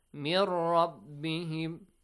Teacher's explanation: Make sure ra has a heavy sound.